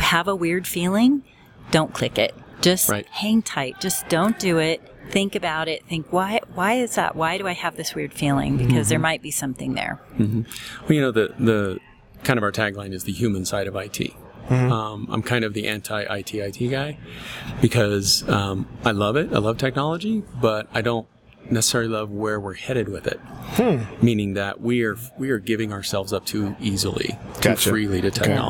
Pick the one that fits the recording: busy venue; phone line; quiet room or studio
busy venue